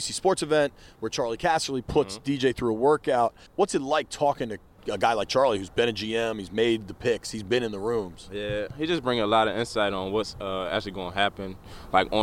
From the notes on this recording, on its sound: While at an NBC Sports Washington event in College Park.